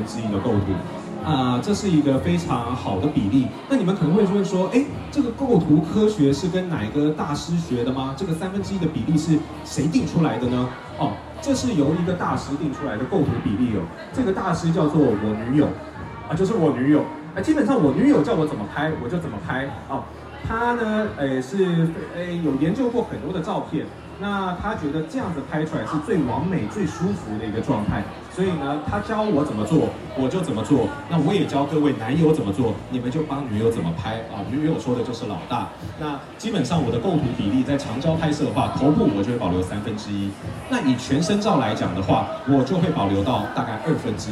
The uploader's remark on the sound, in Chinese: 解鎖Sony攝影展講師成就！沒辦法來現場的來這裡聽吧！！現場錄音版。